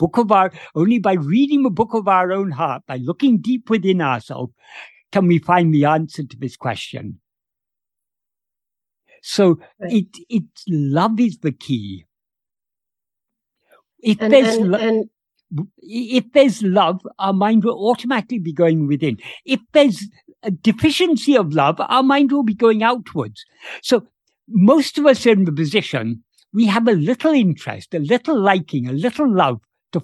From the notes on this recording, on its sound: In a Zoom meeting on 21st December 2022